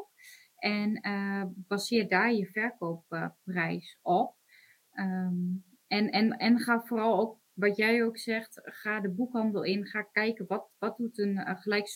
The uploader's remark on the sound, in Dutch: De podcast is een opname van een live webinar.